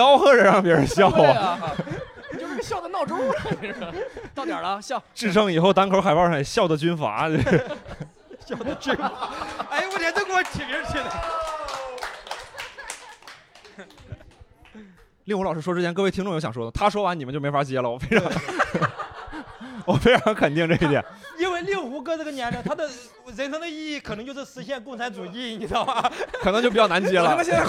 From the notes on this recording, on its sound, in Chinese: 本期一言不合首次尝试线下录制，三位主播和现场四十位观众一起。感谢果麦文化2040书店为本期节目提供的场地支持。